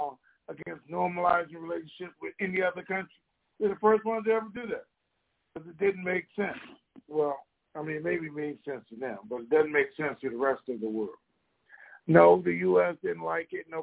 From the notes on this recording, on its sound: Conference Call